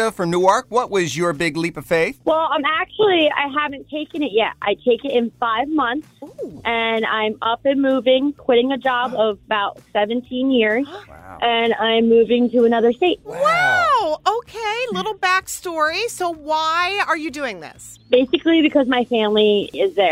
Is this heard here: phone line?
yes